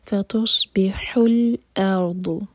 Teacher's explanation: فتصبحوا الارض، حمزہ لائٹ، را ساکن ہیوی، اور ضاد زبان کے سائڈ سے